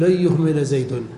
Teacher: أما الغنة وكون الغنة حركتين فهذا حكم زائد في التجويد، الغنة موجودة في اللغة يعني لا بد أن تأتي بالغنة هنا أيضا، لكن كونه على حركتين هذا حكم خاص بالتجويد، لكن لا بد أن تدغم والإدغام هنا لا بد له من غنة، لأن الغنة صفة ملازمة للنون، فتقول لن يهمل زيد، ويجب أن تقول لن يهمل زيد، لو قيل لن يهمل زيد خطأ، وإنما تدغم لن يهمل زيد.